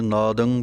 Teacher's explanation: ਦੱਦੇ ਦੇ ਉੱਤੇ ਟਿੱਪੀ ਨੱਕ ਵਿੱਚ ਆਵਾਜ਼ ਕੱਢਣੀ ਹੈ। ਕਈ ਨਾਦੰਗ ਬੋਲ ਜਾਂਦੇ ਹਨ, ਪਿੱਛੇ ਗੱਗਾ ਲਗਾ ਦਿੰਦੇ ਹਨ।